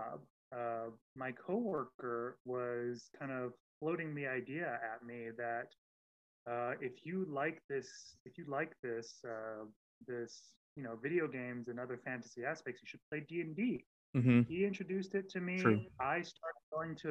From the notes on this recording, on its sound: Apologies if the audio is rough, we had some technical issues.